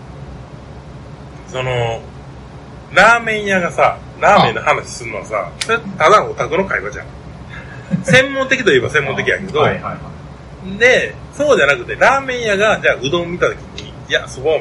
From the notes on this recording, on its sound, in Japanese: 公録音源にBGMが入ってしまっており、お蔵入りかと思われましたが、音質が悪いながらもバックアップが録れておりました。